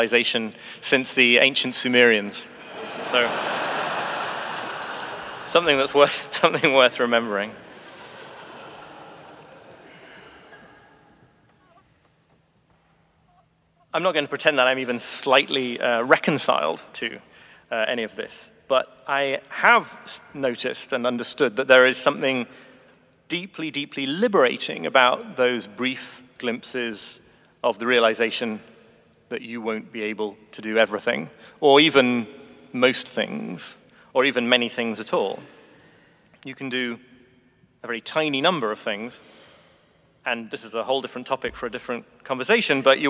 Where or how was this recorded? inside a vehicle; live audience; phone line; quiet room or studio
live audience